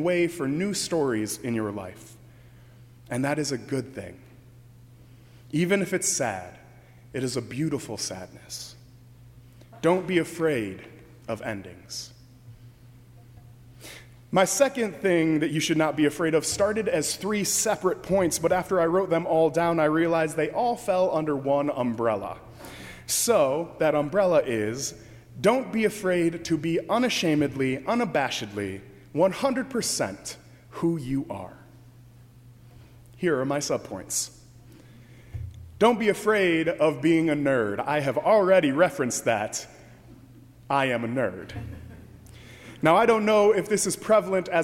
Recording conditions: large echoing room